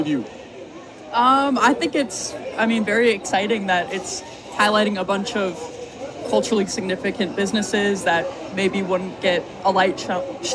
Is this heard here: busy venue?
yes